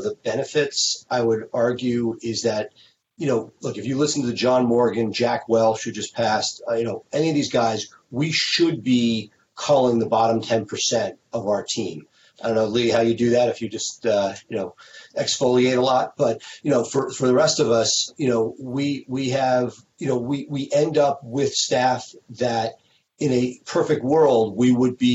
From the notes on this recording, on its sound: a Virtual Town Hall we hosted Live on Facebook in the Maximum Lawyer group and on the Maximum Lawyer Conference page